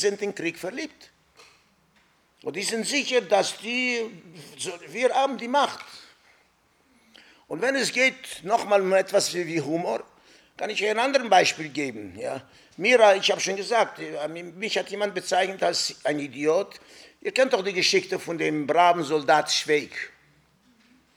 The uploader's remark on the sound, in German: Rohaufnahme der Attac-Veranstaltung. Im Ökumenischen Bildungszentrum Sanctclara in Mannheim.